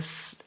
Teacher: Ich spreche es oben, also die Zungenspitze ist, wenn ich das S spreche, S oben am Zahndamm. Und es wäre klarer, wenn ich es unten sprechen würde.